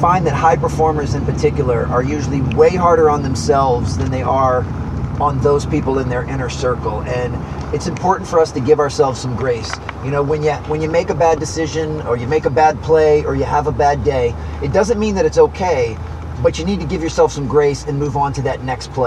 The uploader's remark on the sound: Two Coaches in a Benz